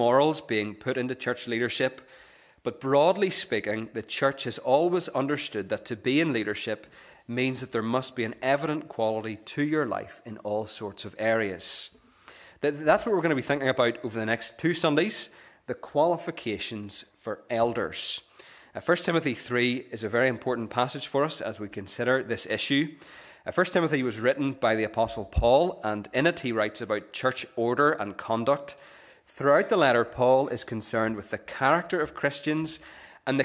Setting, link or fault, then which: setting, large echoing room